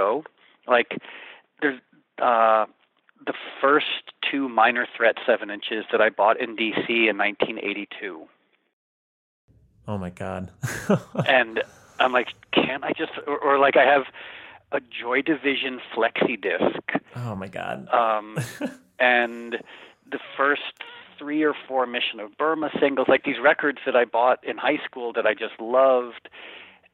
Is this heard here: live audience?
no